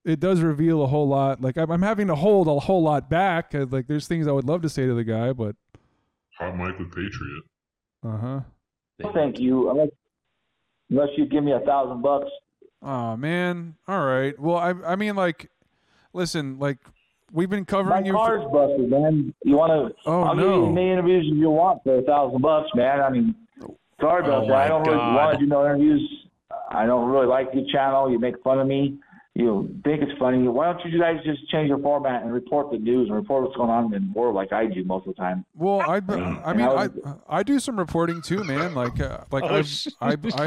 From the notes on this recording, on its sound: the recording of the call